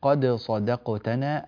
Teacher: الدال هنا عند الصاد حكمها الإظهار فلتظهر بارك الله فيكم